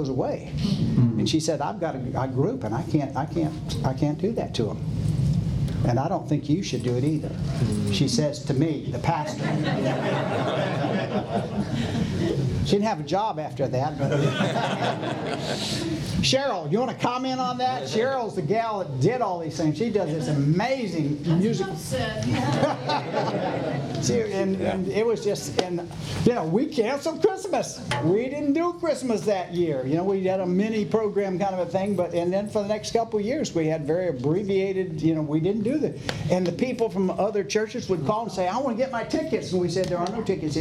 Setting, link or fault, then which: setting, busy venue